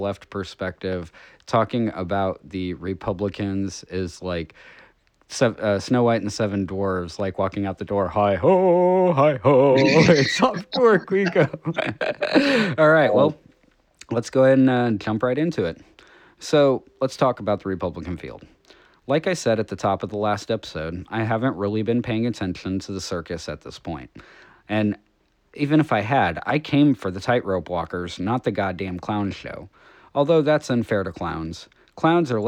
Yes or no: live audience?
no